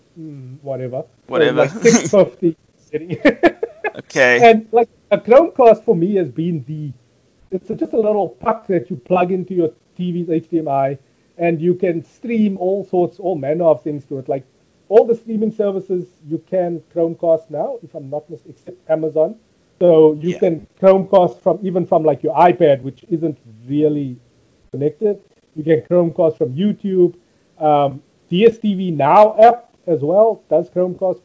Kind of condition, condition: fault, poor sound quality